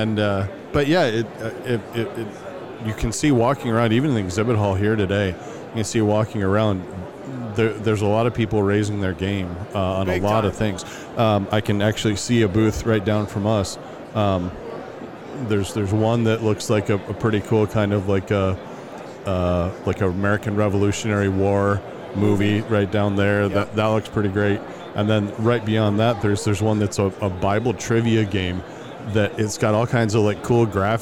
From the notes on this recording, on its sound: LIVE from NRB 2022!